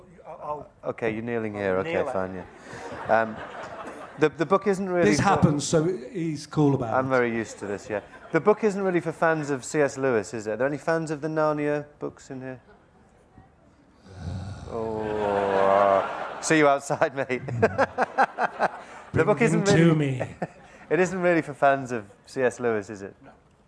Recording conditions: live audience